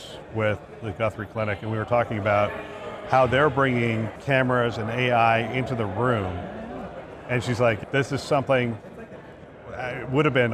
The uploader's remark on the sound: it’s an Interview in Action live from CHIME